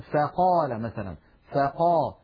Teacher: وهي حرف رخو يعني صوتها قابل للتطويل لأنها من الحروف الرخوة. والفاء ليست من الحروف المستعلية بل هي مستفلة، فلا تفخم أبدا. لا نقول فا بل نقول فا، العرب لا تقول فا بل يرققون ويقولون فقال مثلا فقا، لابد من ترقيق صوت الفاء.